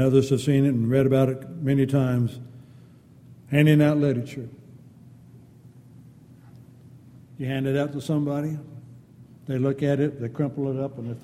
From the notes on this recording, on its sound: Downtown Church Of Christ Audio Sermon